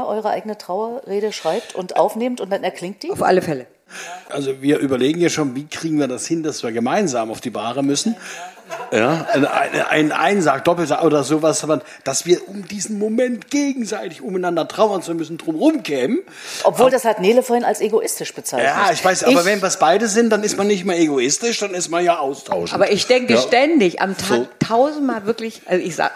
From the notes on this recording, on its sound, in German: Meinen Podcast gibt es erstmals mit mehreren Gesprächspartnern und „on stage“ vor Publikum. Schwarz hören und sehen“ war also angesagt im „Theater am Rand“ im Oderbruch im Land Brandenburg.